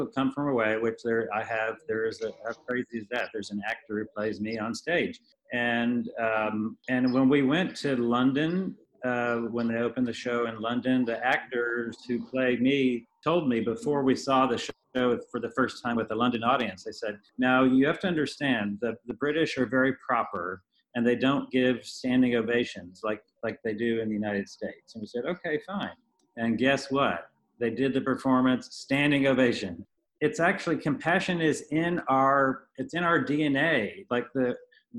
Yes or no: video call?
yes